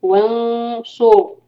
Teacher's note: صاد کے اوپر دمہ ہے تو را کو ہیوی ادا کریں گے